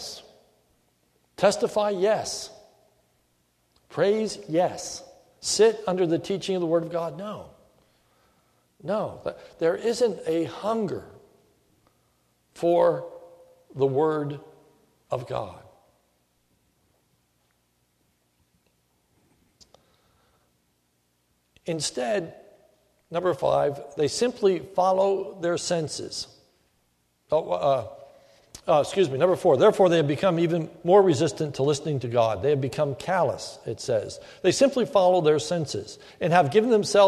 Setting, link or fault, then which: setting, large echoing room